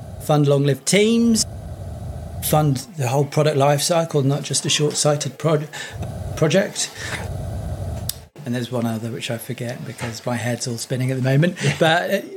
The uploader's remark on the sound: We find ourselves at Lean Agile Brighton 2023 interviewing world class Agilists.